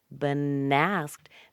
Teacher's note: Make sure you connect the N with the A.